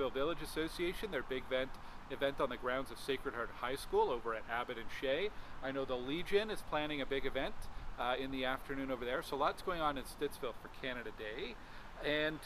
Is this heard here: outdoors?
yes